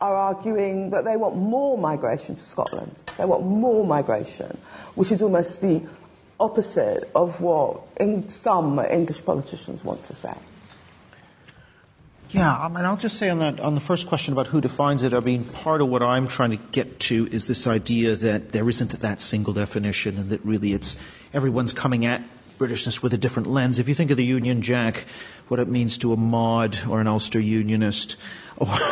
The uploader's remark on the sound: LSE Festival 2019. This interactive public event comprises a panel-based discussion, with representatives from different influential spheres in society who are shaping discourse on British identity, combined with direct audience engagement.